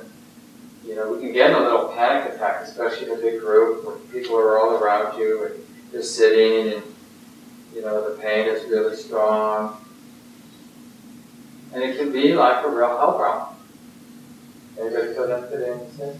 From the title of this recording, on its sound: Poor Audio Quality